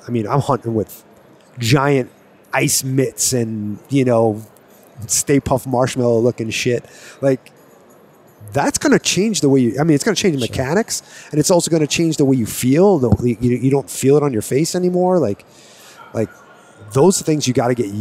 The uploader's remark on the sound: live at hunt Expo